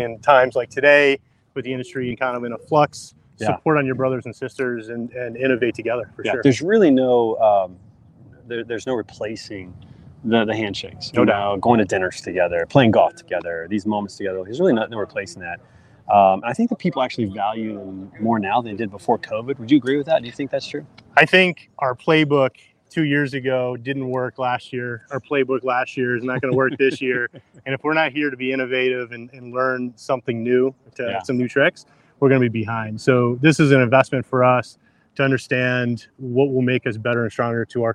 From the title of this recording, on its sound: Standing Out LIVE from the Golf Course